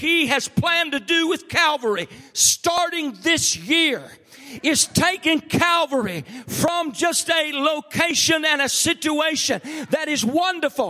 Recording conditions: large echoing room